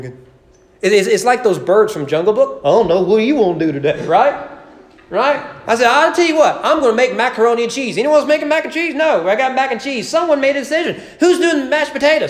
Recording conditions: large echoing room